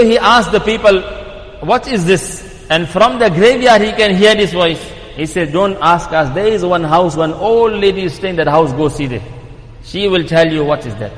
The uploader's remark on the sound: Jumuah lecture at Masjid e Quwwatul Islam